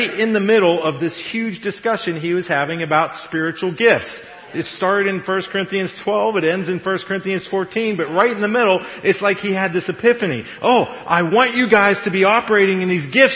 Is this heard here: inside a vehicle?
no